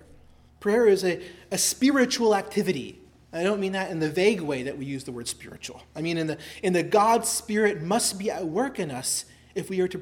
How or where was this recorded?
large echoing room